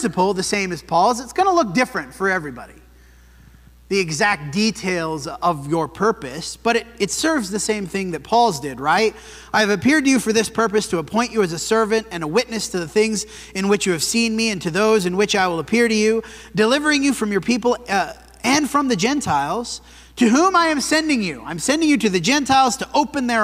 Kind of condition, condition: setting, large echoing room